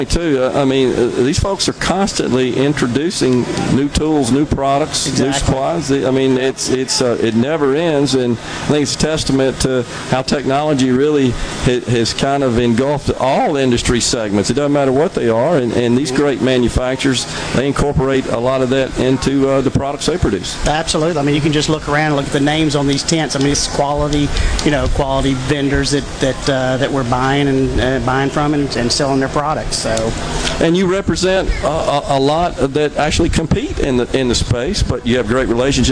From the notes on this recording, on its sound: MidDays is LIVE from the Grand Opening of the new Richland location for Ace Bolt & Screw. Under the SuperTalk tent.